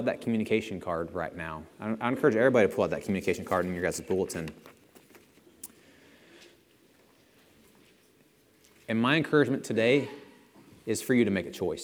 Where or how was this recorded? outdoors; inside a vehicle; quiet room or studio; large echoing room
large echoing room